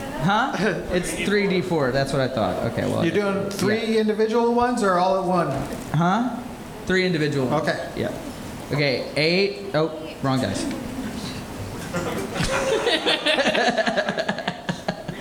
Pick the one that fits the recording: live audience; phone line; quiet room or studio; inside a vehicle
live audience